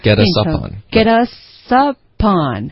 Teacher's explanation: 那在美音里面，这个 get 的 t 的音会浊化成一个的，在英式的口音应该会保留一个 t 的音，那就看你们自己选，你们喜欢哪一个，那就是 get us upon，然后后面我就加了一个 the，OK， onthe，get us up on the platform